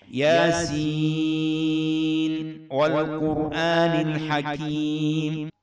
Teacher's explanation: النون لا تدغم بالواو التي تأتي بعدها فتبقى النون مظهرة